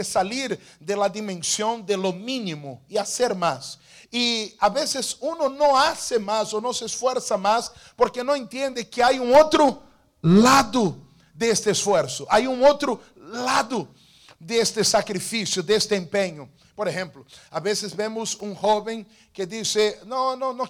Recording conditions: large echoing room